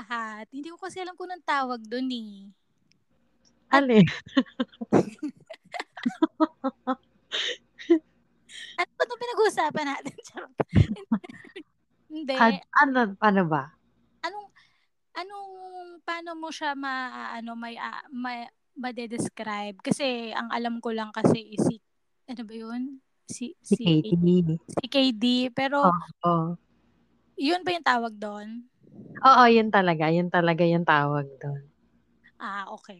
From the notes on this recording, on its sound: Disclaimer: sorry sa audio ko, lamnyo na, slapsoil probs LOL.